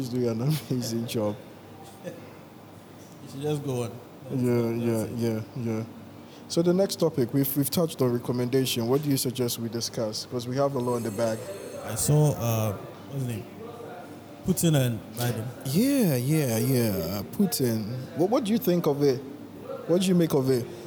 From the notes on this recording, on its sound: Take the podcast recording outside again. This time they record this episode at the ACCRA MALL Ltd.